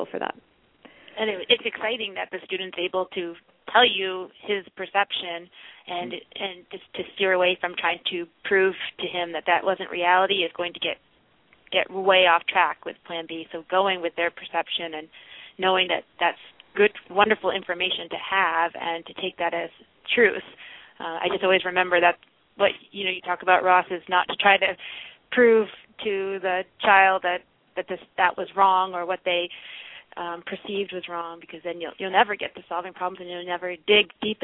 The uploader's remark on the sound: a student called into the program